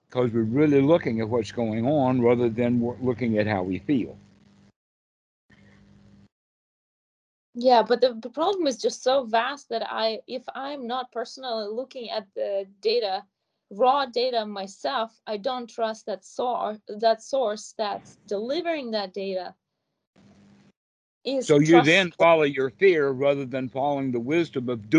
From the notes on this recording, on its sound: skype calls on this channel